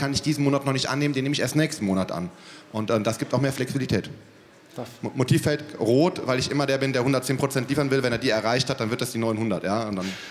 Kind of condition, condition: setting, busy venue